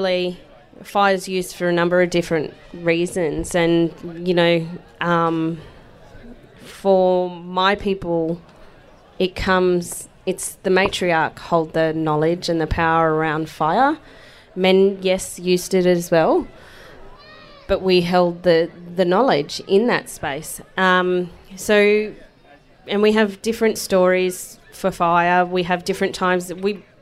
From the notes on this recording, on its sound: This conversation was recorded live at Renew Fest back in May.